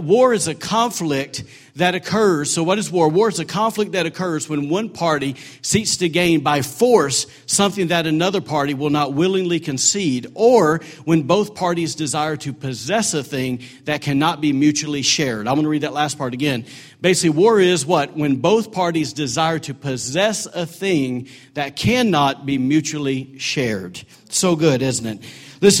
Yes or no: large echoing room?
yes